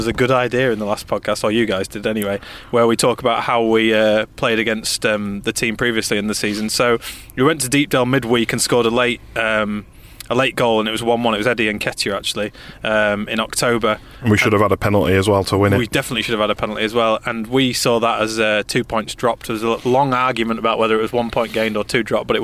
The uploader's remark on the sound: sit in a carpark near Elland Road